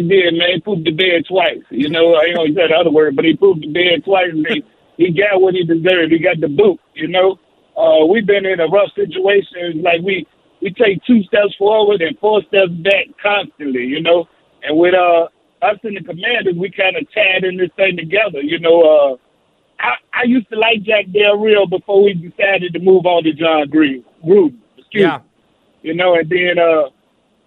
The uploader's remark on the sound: We take calls. We take a caller.